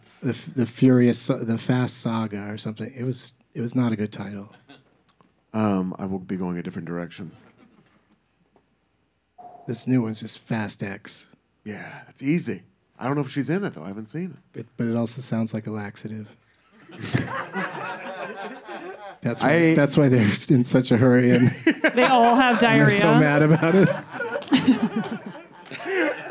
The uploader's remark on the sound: Live from Dynasty Typewriter in Los Angeles